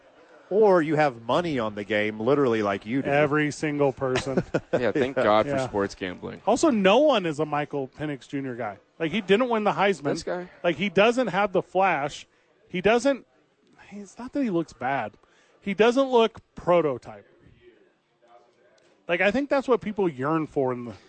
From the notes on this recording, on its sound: live from Howies watching the National Championship